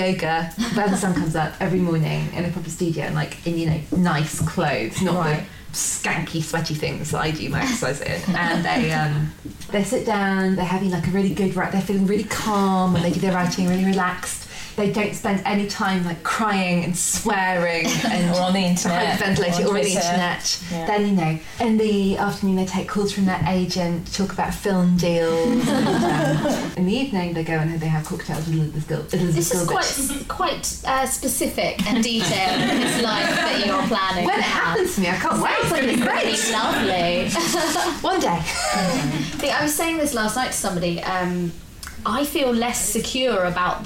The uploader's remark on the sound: Recorded at a special live event in front of an audience at Waterstones Gower Street. Produced by Pineapple Audio Production.